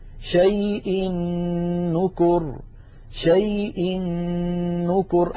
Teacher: أدغم التنوين في النون من نكر فصارا نونا واحدة مشددة لذلك شددت النون من نكر.